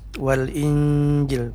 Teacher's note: Kita masuk ke ayat 48, ada kata in wal injil, ini namanya ikhfa, nun sukun bertemu dengan huruf jim, wal injil pada akhir ayat 48. Ikhfa artinya samar-samar ya, antara bunyi nun sukun dengan huruf yang ditemunya yaitu huruf jim